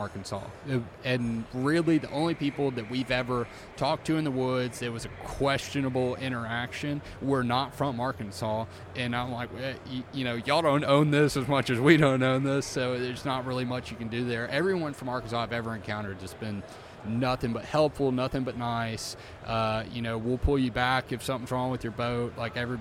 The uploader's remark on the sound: we are on location at the Delta Waterfowl Expo in Little Rock